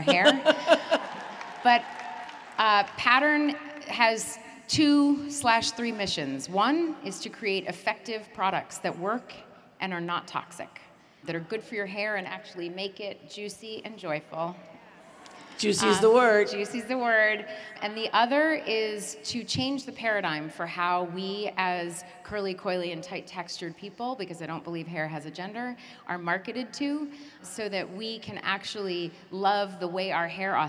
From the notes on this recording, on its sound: In front of a live audience in Dallas, Texas.